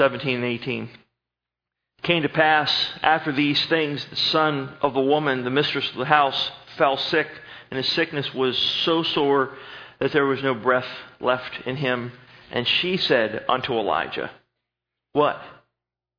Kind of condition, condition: setting, large echoing room